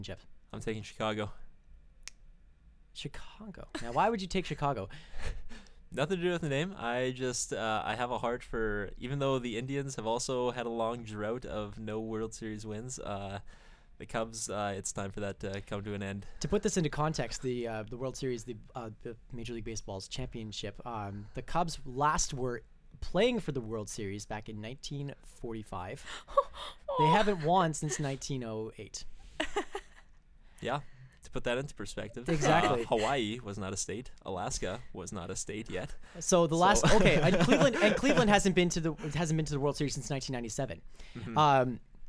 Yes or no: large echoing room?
no